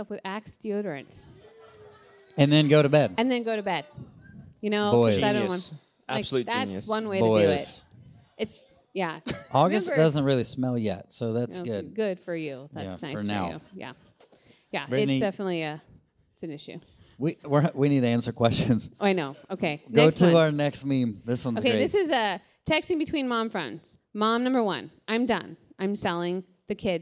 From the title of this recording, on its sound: LIVE from the Imperfect Parenting Conference